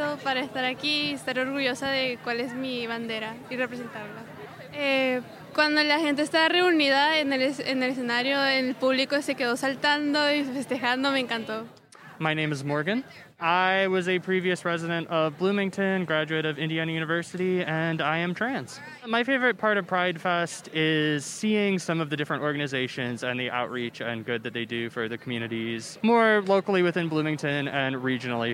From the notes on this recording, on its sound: WFHB News Interviews Attendees of 2022 Bloomington Pridefest. Attended the Bloomington Pridefest on August 27th and spoke with several attendees.